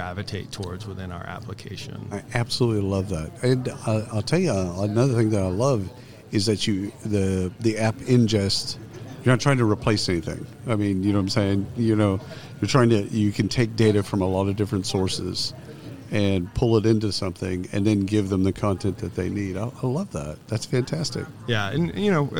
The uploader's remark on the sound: Live from SHRM 2022